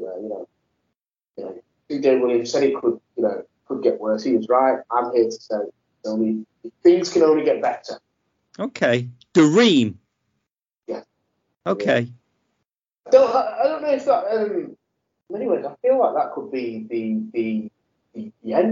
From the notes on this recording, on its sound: Apologies for the slight sound issues.